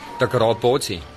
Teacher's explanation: Der Bayer hat also eine große Vorliebe für die Aneinanderreihung von Silben ohne Sprechpause.